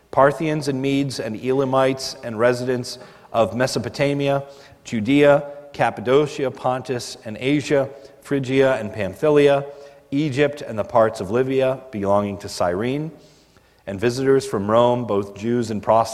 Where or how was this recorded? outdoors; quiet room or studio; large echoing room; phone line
large echoing room